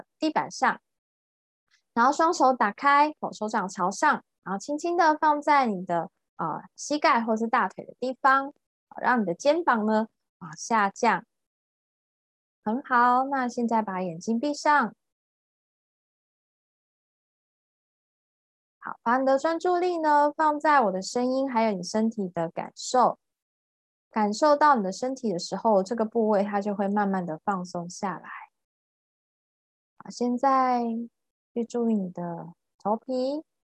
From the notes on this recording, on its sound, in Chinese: ZOOM線上公益講座